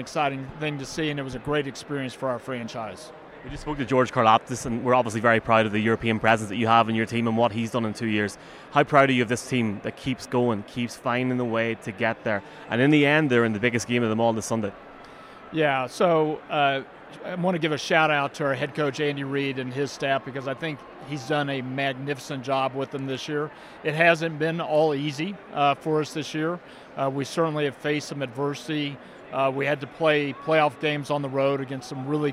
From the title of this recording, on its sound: SB Opening Night Special from Allegiant Stadium